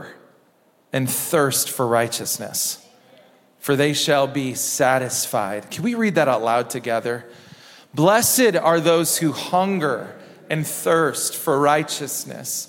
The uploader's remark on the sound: Recorded at Hope Church in Springfield, MO.